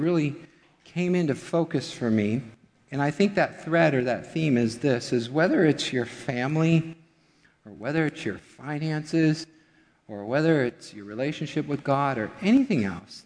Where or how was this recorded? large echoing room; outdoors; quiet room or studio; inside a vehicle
large echoing room